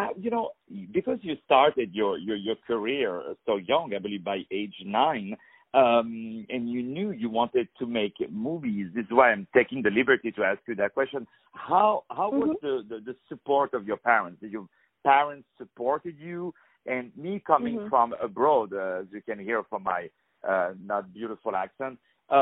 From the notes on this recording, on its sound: On the phone